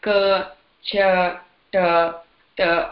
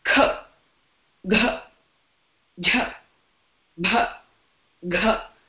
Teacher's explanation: When the breath is less, like ka, cha, ta, ta, I don't put any extra effort in my breath. I'm just uttering it. · Term: Alpa Prana